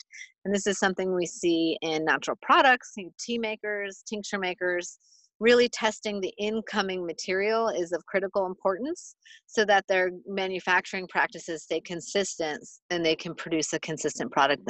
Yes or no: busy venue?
no